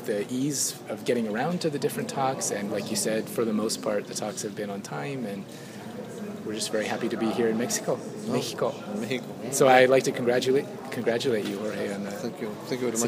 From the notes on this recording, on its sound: On location at the 24th Congress of the International Primatological Society in Cancun, Mexico.